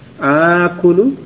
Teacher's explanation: Kemarin sudah dijelaskan asalnya akulu ya, dua hamzah bertemu, kemudian yang kedua dilunakkan menjadi alif